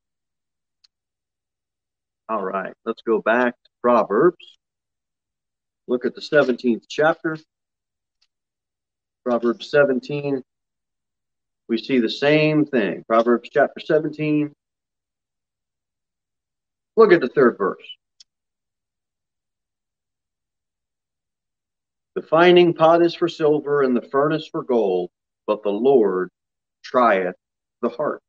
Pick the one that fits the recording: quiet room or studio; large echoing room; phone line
large echoing room